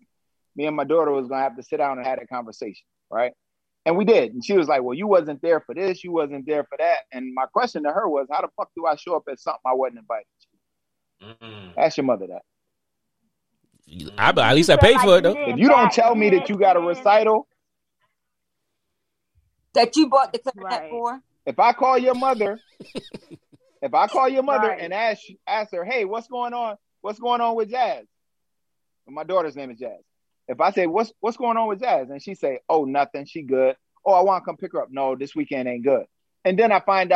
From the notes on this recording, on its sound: Despite the “Social Distancing” via zoom.